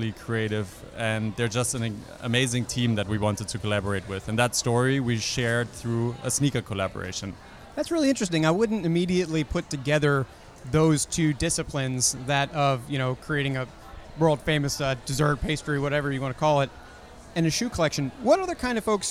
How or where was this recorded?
busy venue